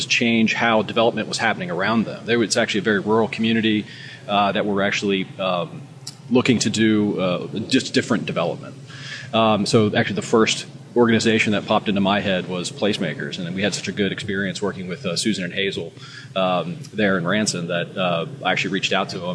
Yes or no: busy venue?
yes